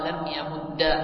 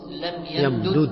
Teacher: وصار لم يمد بالإدغام، ويجوز لم يمدد بالفك